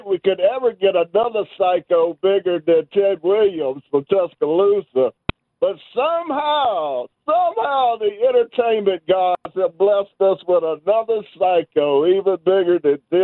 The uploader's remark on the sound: Final hour of the show and we get a bunch of favorites call